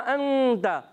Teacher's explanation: ایک الف کا غنہ ہوگا · Term: اخفا